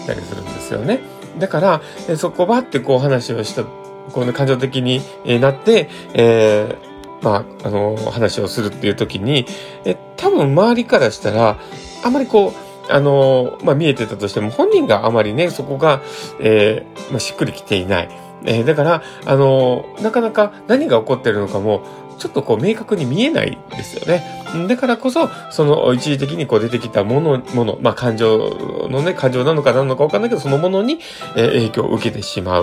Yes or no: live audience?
no